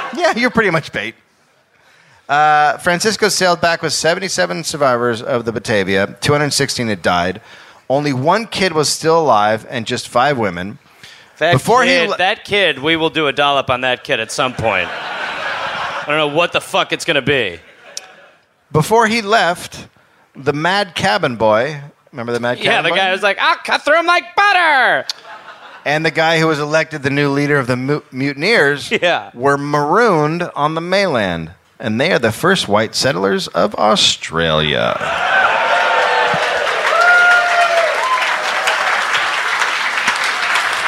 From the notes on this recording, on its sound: live in Perth, Australia